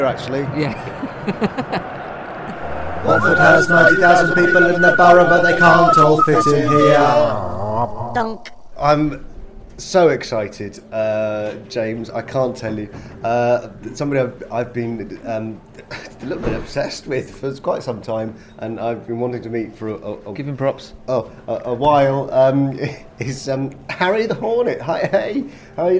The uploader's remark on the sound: Live from Wembley!